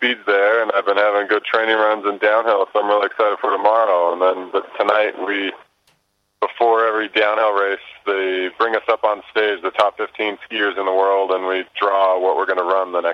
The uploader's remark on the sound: checks in from Val Gardena via his Global Star World Phone